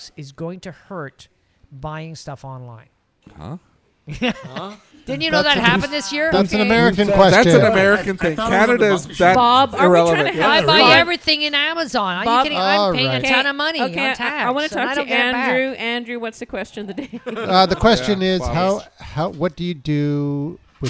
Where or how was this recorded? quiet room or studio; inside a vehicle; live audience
live audience